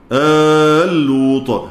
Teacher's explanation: كلمة آل لوط من طريق الشاطبية ليس فيها إلا الإدغام، إدغام اللام في اللام